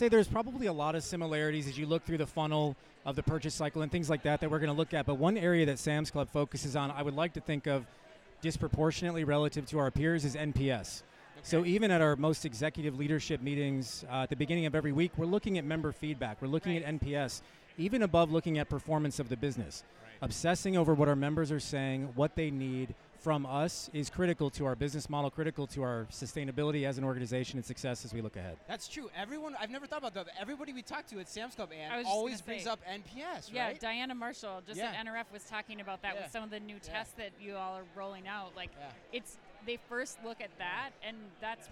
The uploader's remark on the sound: Live From eTail